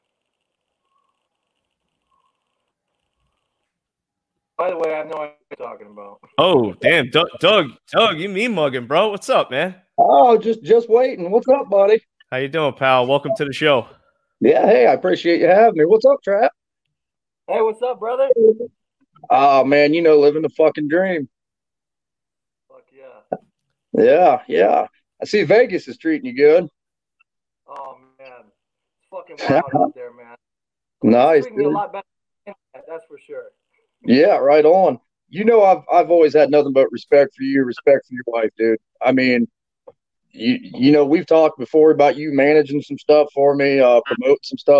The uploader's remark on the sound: People call in to tell their stories. As he is approached face to face with each caller.